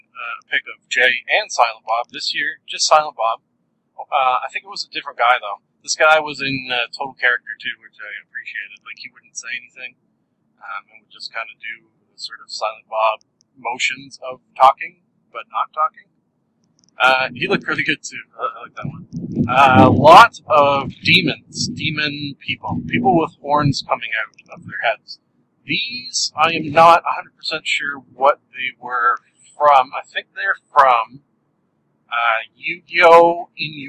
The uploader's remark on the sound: Toronto ComicCon 2013. Much apologies for the audio quality on this one! Not up to my usual standards.